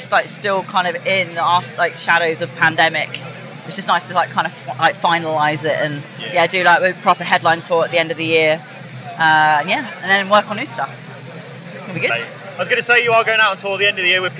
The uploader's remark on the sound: Live from Bloodstock 2023